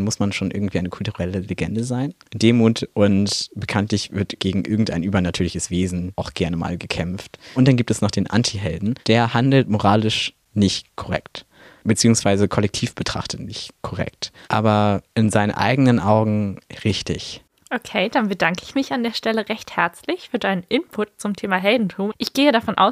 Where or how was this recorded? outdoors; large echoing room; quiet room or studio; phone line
quiet room or studio